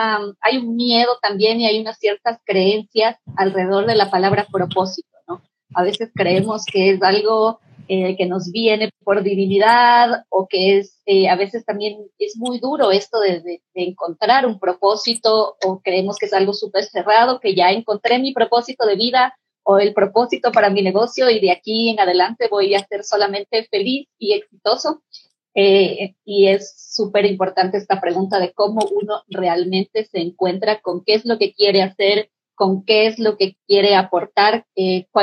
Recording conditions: video call